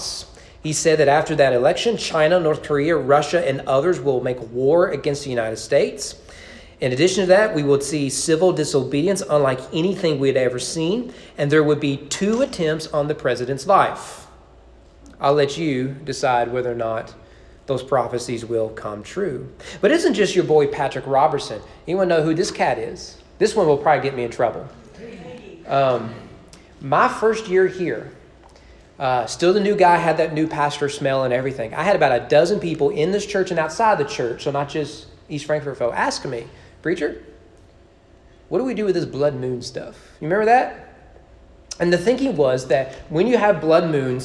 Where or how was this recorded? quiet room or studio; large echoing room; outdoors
large echoing room